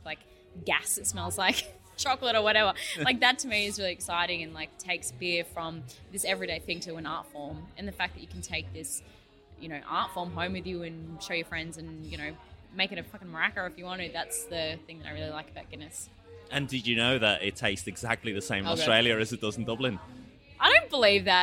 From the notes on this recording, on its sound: The episode was recorded at Burnley Brewing in Bridge Road, Burnley.